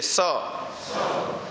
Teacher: इसको दांत के मूल में हवा को फेंक करके हम बोलते हैं तो वो दंत्य स कहलाता है।